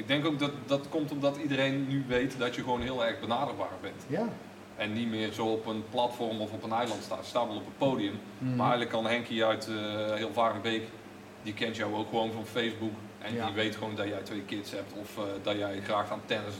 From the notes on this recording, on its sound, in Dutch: Metal Inside is terug en live opgenomen van uit Dynamo.